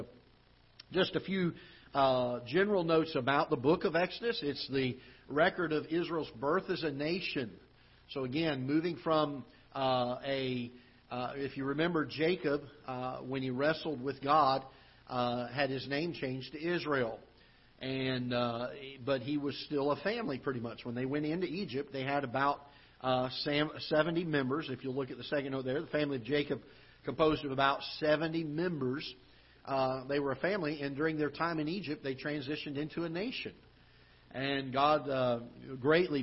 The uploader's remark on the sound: Ketha Heights Baptist Church ~ Live Broadcast.